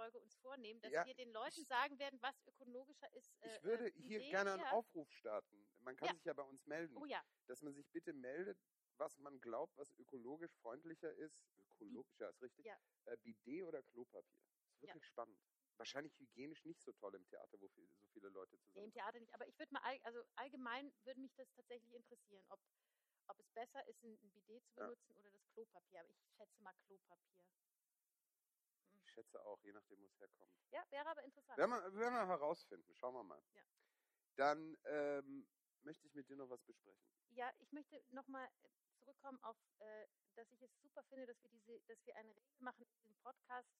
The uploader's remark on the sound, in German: Die mit den Bidets & der schlechten Tonqualität! Es ist quasi das Prequel aller Prequels...nur halt in ganz geschissener Tonqualität.